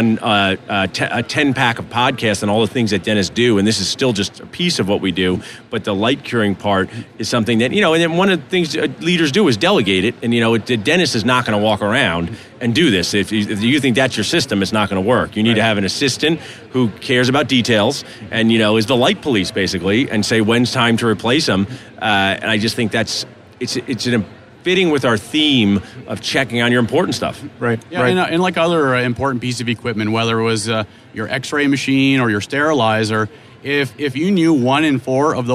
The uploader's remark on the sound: Live from the 3M booth at the GNYDM 2019